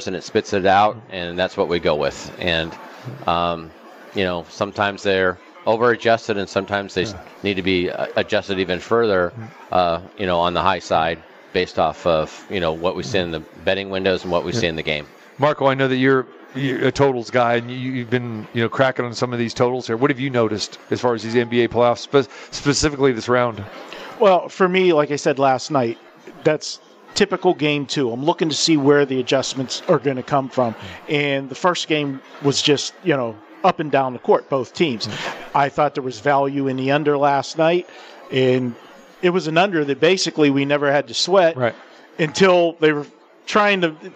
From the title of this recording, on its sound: Live From The Super Book at the Westgate Las Vegas